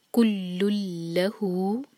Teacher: آگے ہے کل لہو، دونوں لام پر شدہ ہے، دونوں کو اسٹرانگ پڑھنا ہے، کل لہو، لہو کا لام پر زور دیں گے، دو سلیبل والا ورڈ ہے، اور یہ ہو رہا ہے یہاں پر ادغام بغیر غنہ کا. کلون آواز نہیں آنی چاہیے، نون کی آواز کو پروناؤنس نہیں کریں گے. کل لہو، لہو ہو دو حرکہ ہے، مدِ صلہ صغرا.